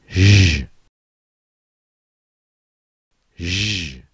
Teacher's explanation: Notice how when we say the sound zh, we raise our tongue to the gum ridge, but we let the air flow continuously through the small hole which we've created between our tongue tip and the roof of our mouth. We don't stop the air with our tongue tip. · Term: continuant